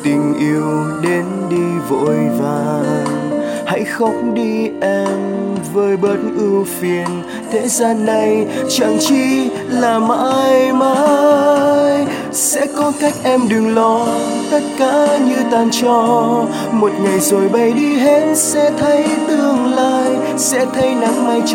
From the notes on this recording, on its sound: Recorded by my mobile phone.